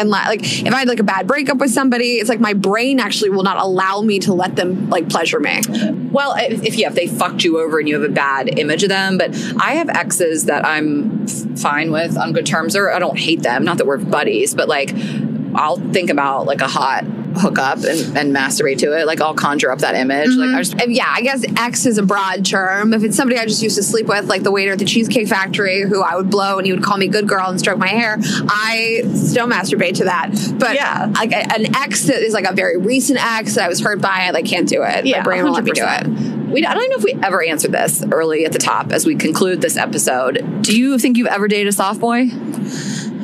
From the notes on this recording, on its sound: episode recorded from the car